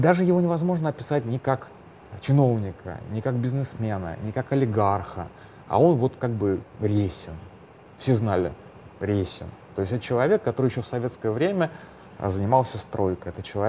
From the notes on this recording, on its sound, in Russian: Пока записывался, поменяли гейт, но на самолет я все же успел